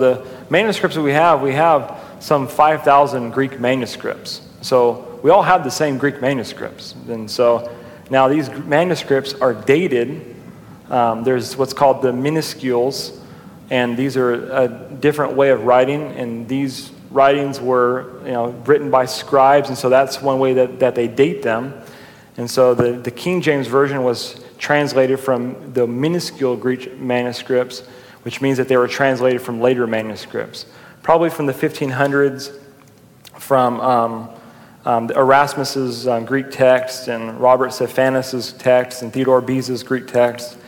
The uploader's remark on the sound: during a live Q&A session at Calvary Hanford